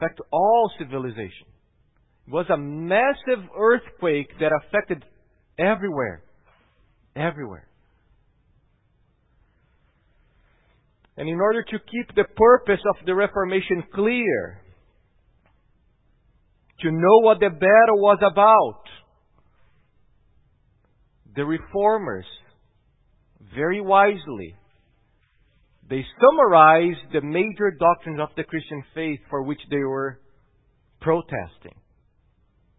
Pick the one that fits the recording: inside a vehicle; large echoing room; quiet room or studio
large echoing room